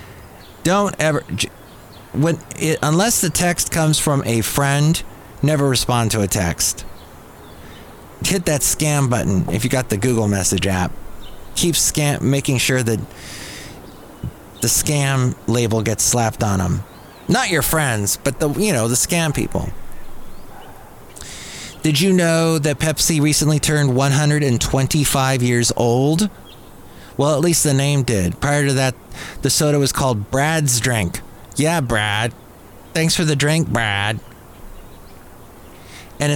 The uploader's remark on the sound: podcasts live from Café Anyway